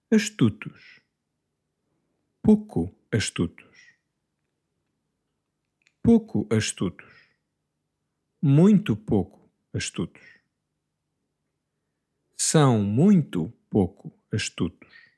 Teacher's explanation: Emphasis on the second, the middle syllable. Tu, astutos.